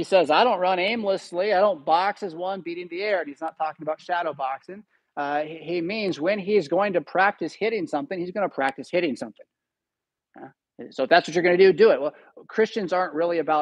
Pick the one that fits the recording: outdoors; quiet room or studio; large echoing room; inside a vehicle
large echoing room